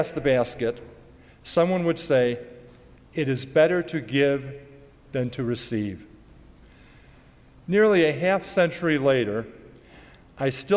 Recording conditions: large echoing room